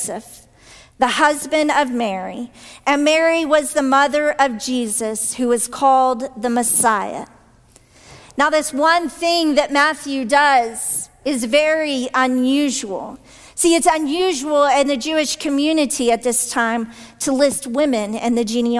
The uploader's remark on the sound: this week's sermon from our traditional worship service